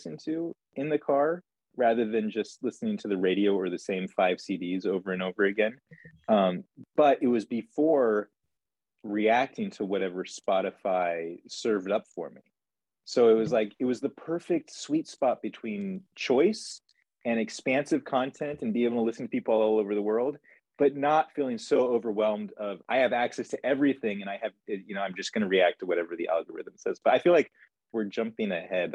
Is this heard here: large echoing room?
no